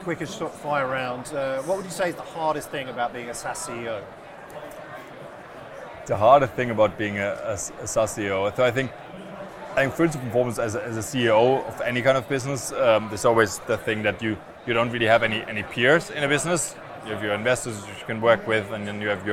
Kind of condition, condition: setting, busy venue